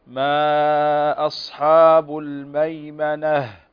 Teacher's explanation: تسمعين الهاء هنا هاء مهموسة فتنطق الهاء، لأن التاء المربوطة نقف عليها هاء في هذه الحالات التي مرت معنا الآن.